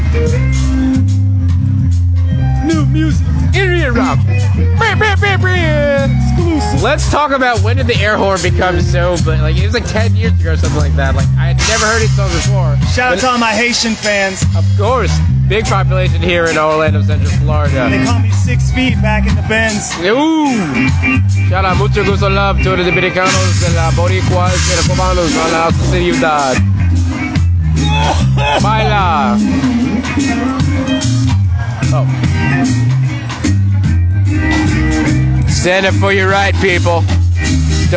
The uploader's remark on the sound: A properly socially distant outside event by Florida standards.